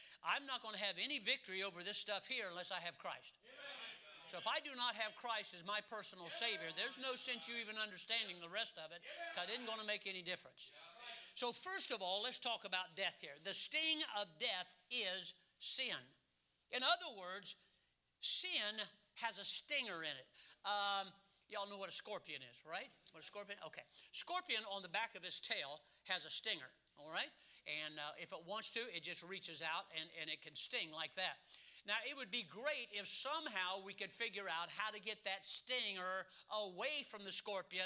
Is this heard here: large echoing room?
yes